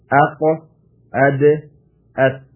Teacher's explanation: they are al-haruf al-nitaiyah, which are close to the ghar al-hanak, and they are al-ta, al-dal, and al-ta.